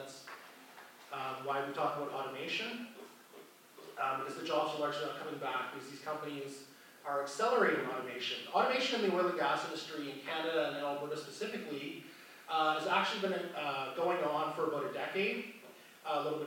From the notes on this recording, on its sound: Recording from the Parkland Institute's Fall 2022 Conference. At the University of Alberta.